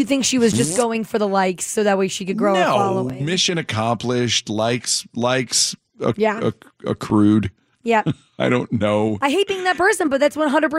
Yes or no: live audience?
no